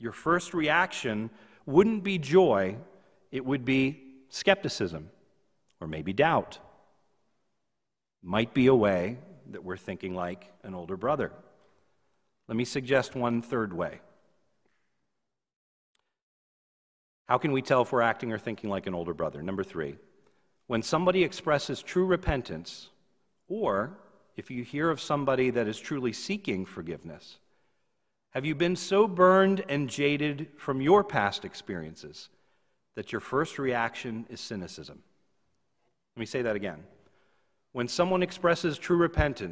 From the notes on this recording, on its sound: This is a sermon recorded live at the Lebanon Bible Fellowship Church in Lebanon, PA on 11/08/2020 during the evening service